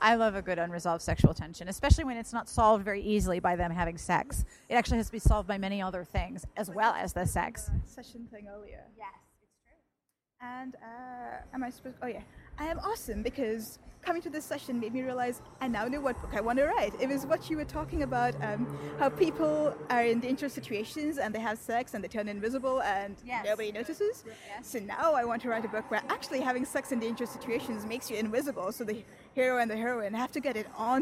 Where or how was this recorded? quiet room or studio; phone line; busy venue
busy venue